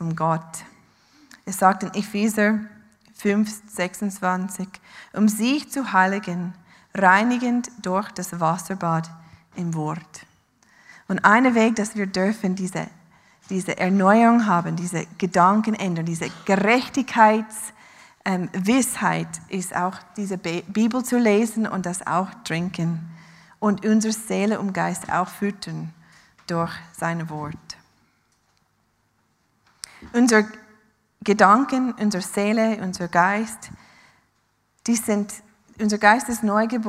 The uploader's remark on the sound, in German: Live aus Winterthur der Dienstagsgottesdienst